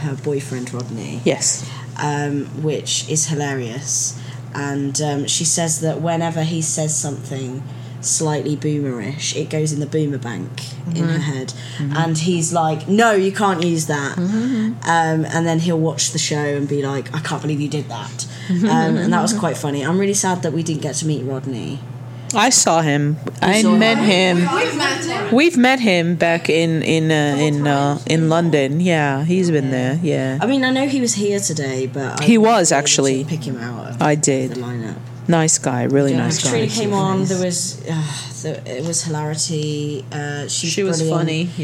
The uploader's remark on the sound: LIVE from WentworthCon 2019. Live from Wentworth Con in NJ.